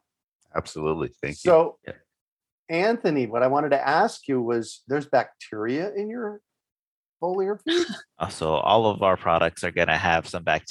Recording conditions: video call